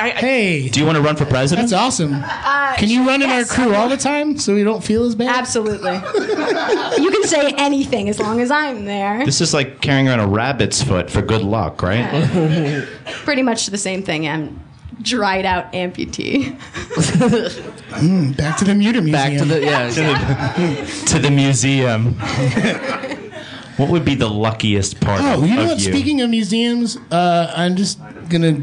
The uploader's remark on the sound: The guys continue their 2014 Fall mini-tour with a trip to the city of brotherly love Philadelphia PA for a live performance at the PHit Theatre.